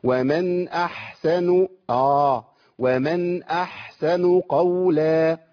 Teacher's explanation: النون عندي هنوسطها، هنديها زمن اقل من الحاء · Term: التوسط